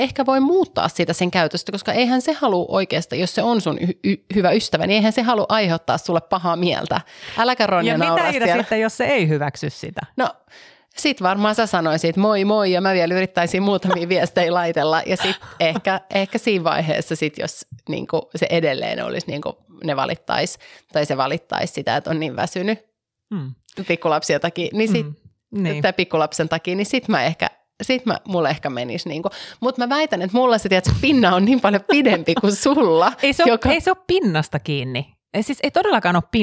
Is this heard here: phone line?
no